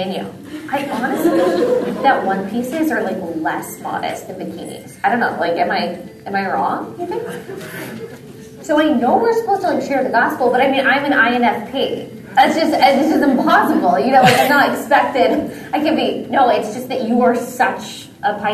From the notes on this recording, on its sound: This episode is from Discipleship for Women, recorded at the National Disciple Making Forum.